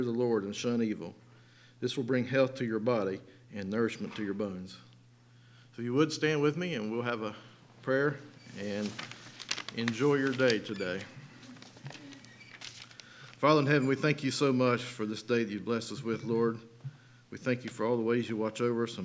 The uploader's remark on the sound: Sunday Morning Service